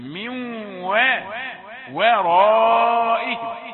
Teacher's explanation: صحيح الراء مفخمة ولكن الواو مرققة